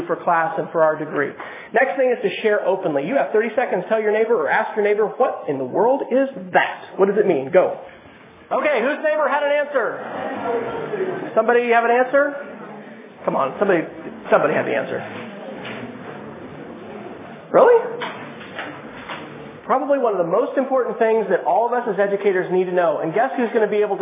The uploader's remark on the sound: keynote presentation for students and faculty in the College of Education at the University of Oklahoma